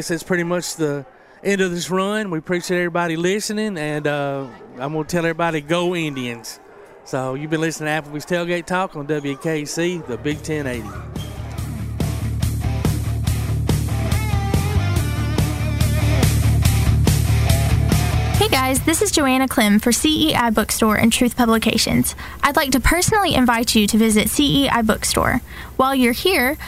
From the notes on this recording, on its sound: Live from the Limestone County Basketball Tournament at Ardmore High School